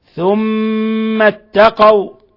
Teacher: الميم مشددة تغن مقدار حركتين · Term: ميمات مشددة